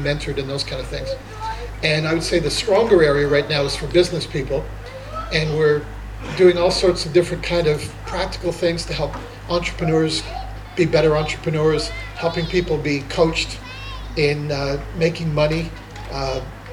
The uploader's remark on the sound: Summer Conference 2023 - Session 2